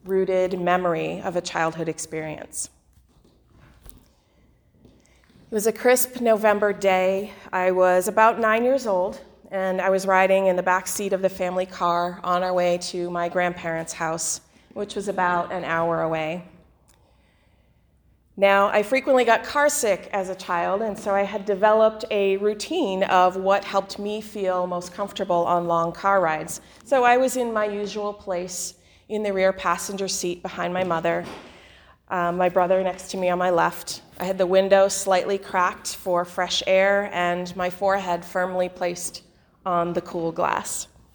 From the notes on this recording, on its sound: The following sermon was delivered on Sunday, December 15 2019 at the Unitarian Universalist Congregation in Andover.